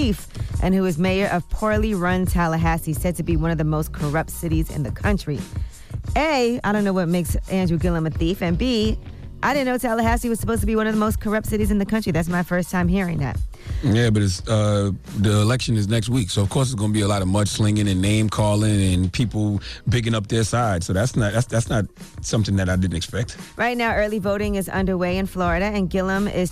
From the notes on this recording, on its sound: We opened up the lines to see if our listeners thought Hillary Clinton may have went too far wit the comment or, if it was just jokes.